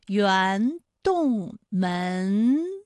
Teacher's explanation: 就是圆，前鼻韵母是乌安，一个是门，它的前鼻韵母是恩 · Term: 前鼻音